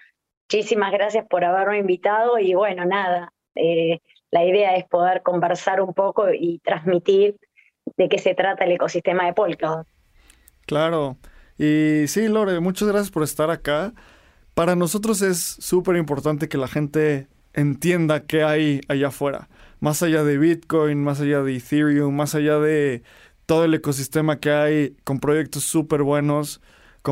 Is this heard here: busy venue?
no